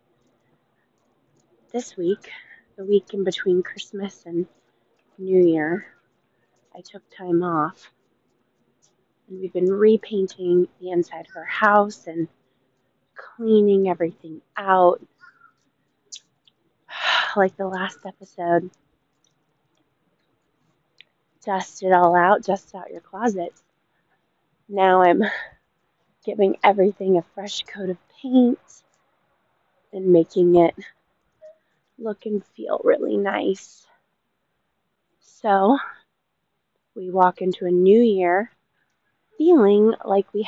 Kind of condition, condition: setting, outdoors